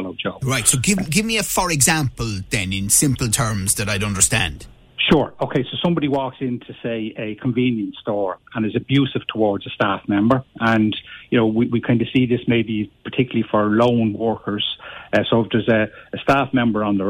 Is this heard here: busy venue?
no